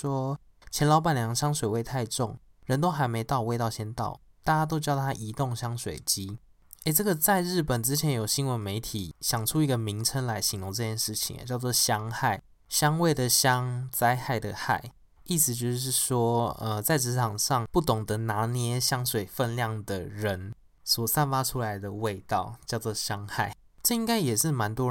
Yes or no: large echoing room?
no